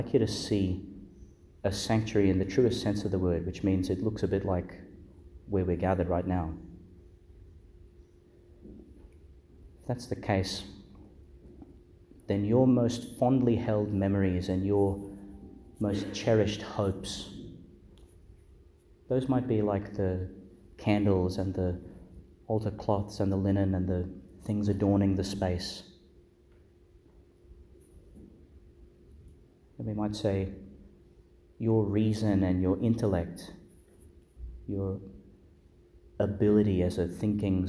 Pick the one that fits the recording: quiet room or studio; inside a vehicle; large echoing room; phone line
large echoing room